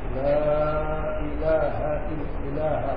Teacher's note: ويفتح ها اله فتحه خفيفه